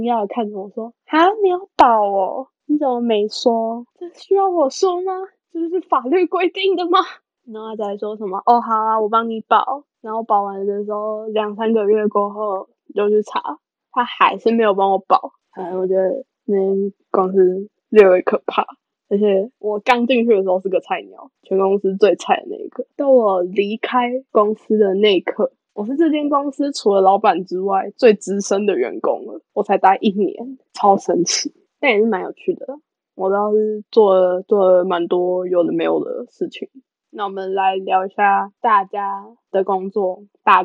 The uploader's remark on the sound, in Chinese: 大家有注意到我們的音質很爛嗎，因為我們救學分不救窮，學分要緊沒錢買麥克風啦！